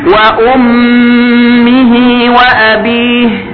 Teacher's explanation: الميم المشددة في أمه حكمها أنها تنطق بغنة